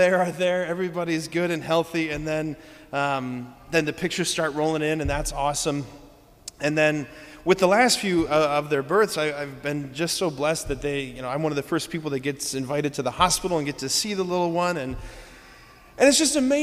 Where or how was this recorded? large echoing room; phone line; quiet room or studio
large echoing room